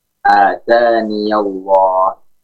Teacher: Kalau kita membacanya dengan wasol, maka ya yang ada pada atani, atania, ya-nya dibaca dan dibaca dengan fathah. Ya-nya tidak dihilangkan, ya. Ya-nya dibaca dengan fathah.